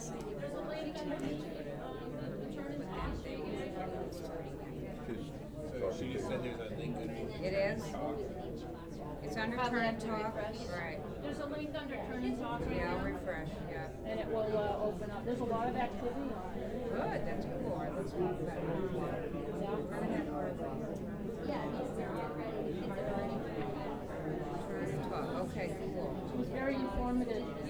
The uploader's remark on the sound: Audio from the first half of the extended PLP session at Vermont Fest 2014